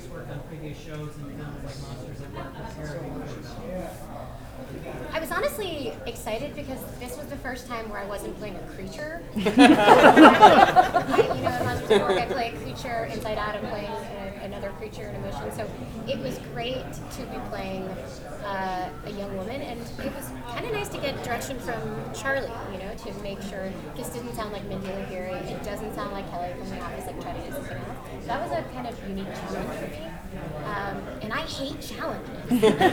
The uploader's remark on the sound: Velma Press Conference NYCC 2022. Cast and creative audio for Velama from NYCC.